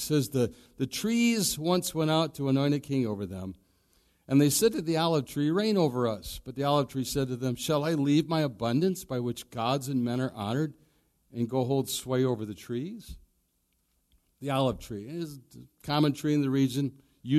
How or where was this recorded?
large echoing room